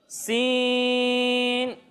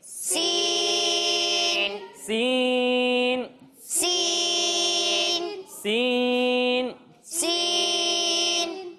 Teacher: جب ہم اس حرف کی ادائیگی کریں گے تو اس میں سیٹی کی آواز بھی آئے گی اور اسے زا کے مقابلے میں تھوڑا اور زیادہ کھینچیں گے، یعنی سین. آپ بھی مل کر پڑھیے، سین سین سین سین سین.